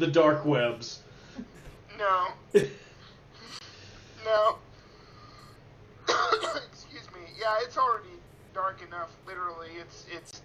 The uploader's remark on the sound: Forgive the terrible audio quality.